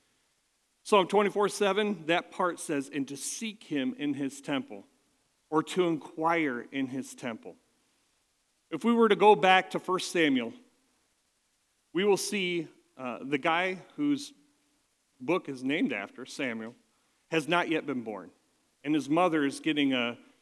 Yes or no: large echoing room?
yes